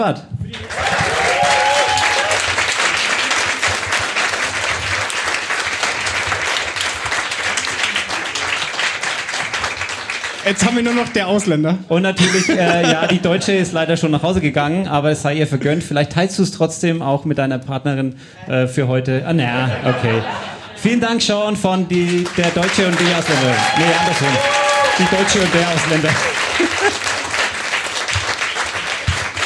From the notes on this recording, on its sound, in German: Das erste Mal Podcast-Brause live – und dann gleich ein voller Erfolg! In einem ausgebuchten Afterwork.